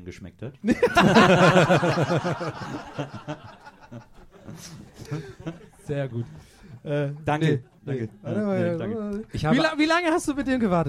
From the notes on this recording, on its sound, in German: LIVE in der Wohngemeinschaft in Köln